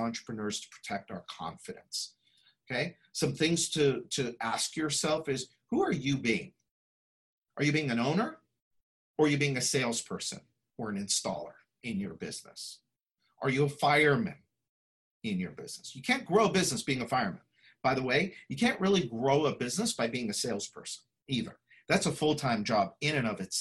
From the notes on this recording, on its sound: Listen to this replay of the LIVE webinar